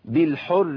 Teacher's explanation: الراء المشدده بالكسر ترقق